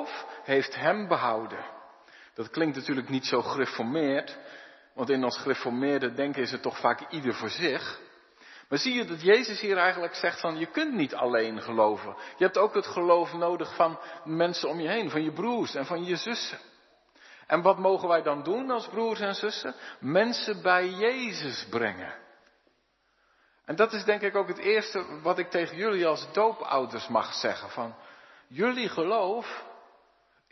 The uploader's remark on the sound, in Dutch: De preek is op 29 januari 2023 opgenomen in De Hoeksteen te Haren